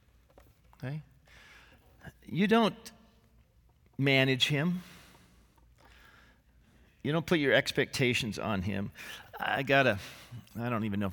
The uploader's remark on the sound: This sermon was originally preached on April 22, 2018, at Grace Baptist Church in Santa Clarita, CA